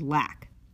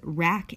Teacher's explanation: if we pretend that the words lack and rack were words in the Japanese language, then these two words would mean the same thing, and that's because the sounds l and r are allophones